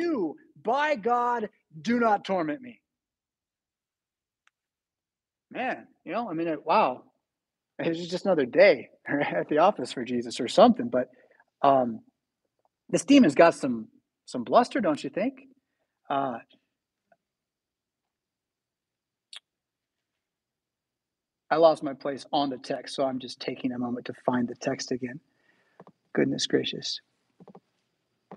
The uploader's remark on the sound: Preached at St Paul Lutheran Church , Rockford, Illinois on February 26, 2023.